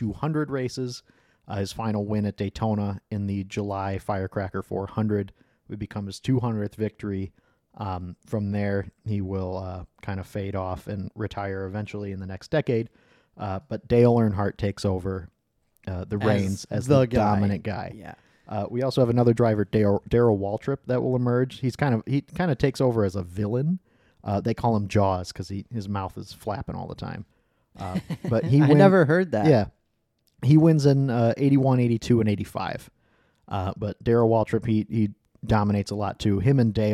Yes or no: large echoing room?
no